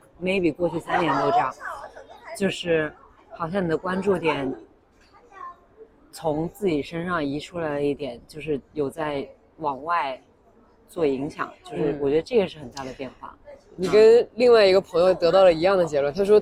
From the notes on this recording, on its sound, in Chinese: 本次录制因为约在了一个咖啡馆，有一些风声和饭店背景的声音，请见谅！最后结束的时候略显仓促，是因为我们另外一位高中的姐妹非常准时地赴约来吃饭，请不要介意～。